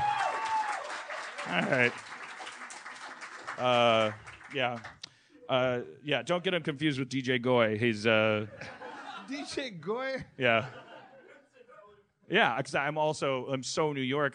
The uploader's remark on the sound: LIVE From UCB East in New York